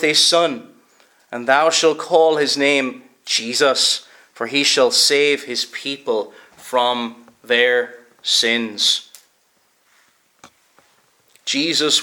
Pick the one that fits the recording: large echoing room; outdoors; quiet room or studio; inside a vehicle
large echoing room